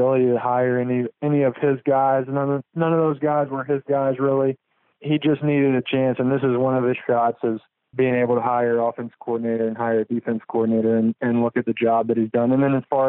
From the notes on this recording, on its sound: For an update from the practice fields. On the Modern Woodmen phone line.